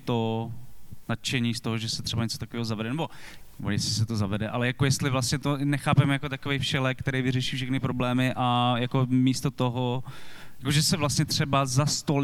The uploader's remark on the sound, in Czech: Tento díl podcastu Kolaps se nahrával živě na festivalu audiovizuálního umění a alternativní elektronické hudby Lunchmeat v korzu Národní Galerie v Praze.